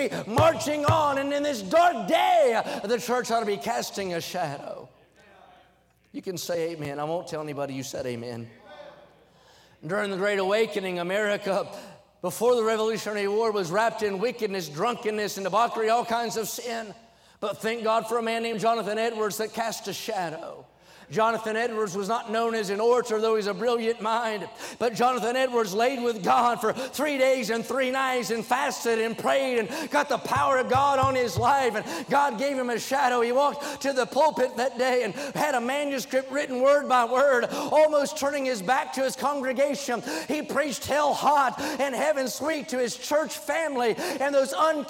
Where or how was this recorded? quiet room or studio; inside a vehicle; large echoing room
large echoing room